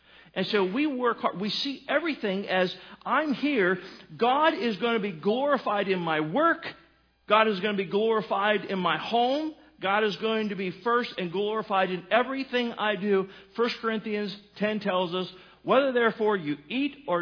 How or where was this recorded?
large echoing room